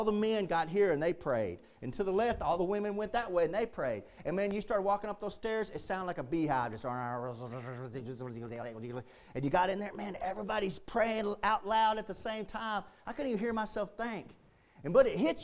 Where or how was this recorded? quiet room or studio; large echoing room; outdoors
large echoing room